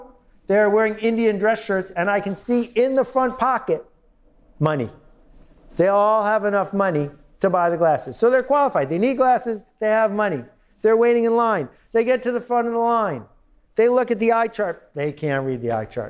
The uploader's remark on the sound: Live at the United Nations